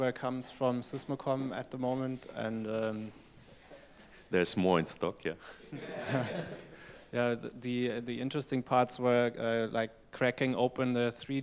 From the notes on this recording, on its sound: Moderated panel discussion with Osmocom developers and public Q&A